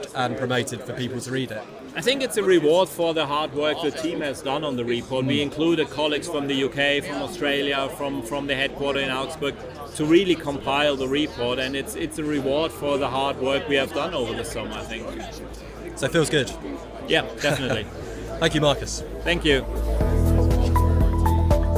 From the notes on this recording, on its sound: This episode was recorded at EXPO REAL in Munich - the biggest trade fair for real estate and investment in Europe. This episode was recorded at EXPO REAL in Munich - the biggest trade fair for real estate and investment in Europe.